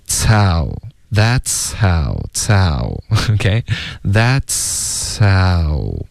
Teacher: that's 的这个 s 的音呢后面会带一点送气的感觉，接着这个嘶的音，然后再进入到 ow